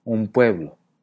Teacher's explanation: El que unas consonantes influyan en la articulación de otras es algo de lo más común, como lo podemos ver con la frase un pueblo, donde la n de un se convierte en m por influencia de la p de pueblo